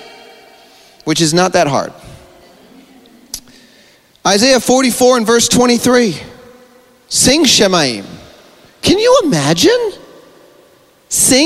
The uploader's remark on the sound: This is the Friday afternoon session from the Elementals Conference in Adelaide Australia at Field of Dreams church in March 2023.